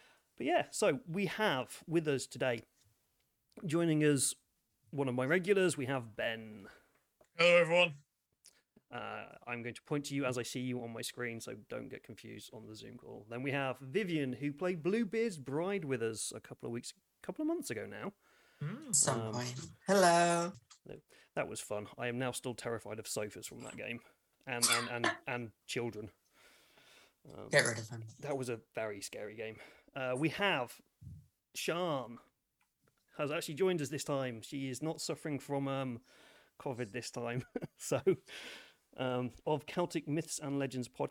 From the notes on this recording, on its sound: Sorry about the sound on this one, it was run as a Iive stream on my twitch and my mic seems to have been set on quiet.